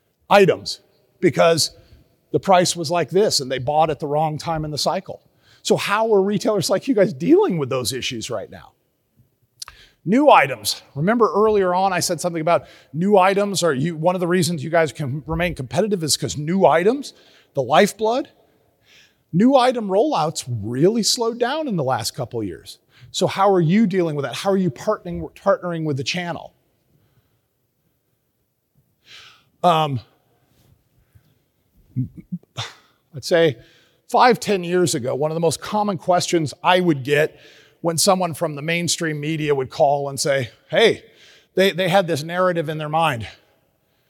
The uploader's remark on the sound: At the 2023 NHPA Independents Conference